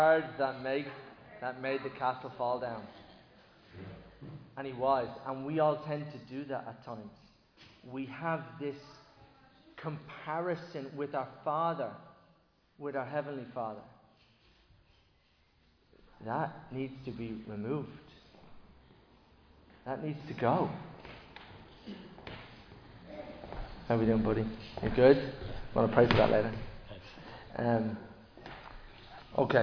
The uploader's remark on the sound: Recorded live in Liberty Church on 27 August 2023